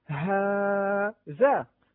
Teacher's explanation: مبني على أن الميزان العروضي هو ميزان للمقروء والملفوظ ولا علاقة له بالمكتوب، ويدخل في هذا أمور كثيرة، من بينها ألف هذا، أنت تكتب هذا، تكتبها هاء بعدها ذال بعدها ألف، ولكن عند القراءة تقرأ هاذا، فتقرأ ألفا لا تكتبها